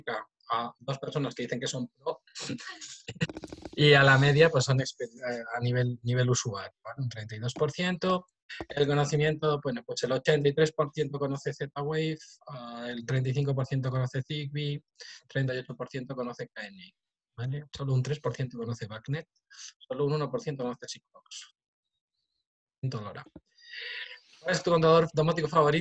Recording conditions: video call